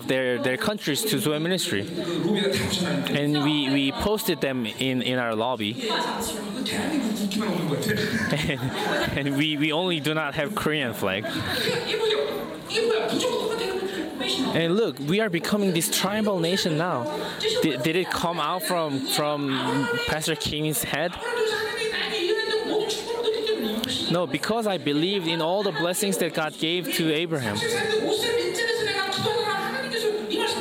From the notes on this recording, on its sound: Chuseok Conference. Conference sermon.